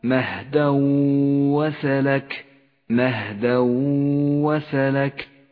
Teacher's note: التنوين وبعده حرف الواو إدغام بغنة، يسقط التنوين من اللفظ ولذلك لون بالرمادي، وتغن الواو التي بعده بمقدار حركتين لذلك لونت باللون الأخضر.